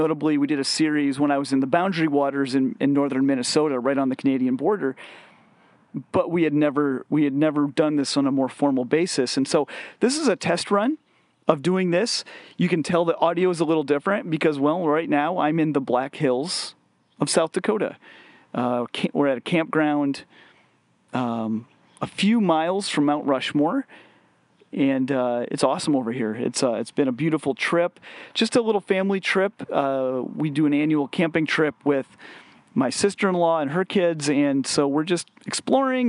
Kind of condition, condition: setting, outdoors